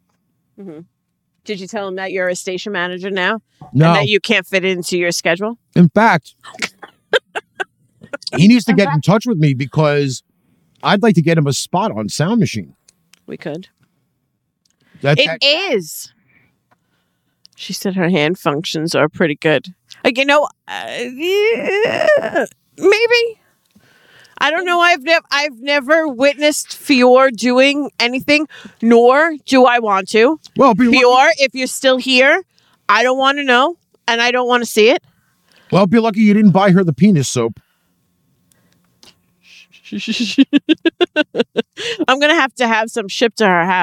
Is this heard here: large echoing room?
no